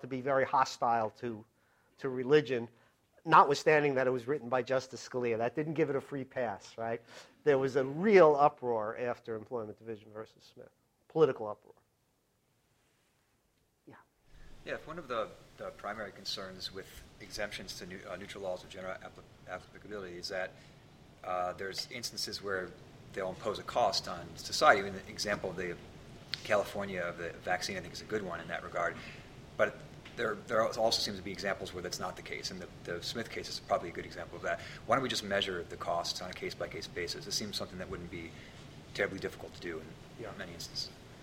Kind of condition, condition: setting, live audience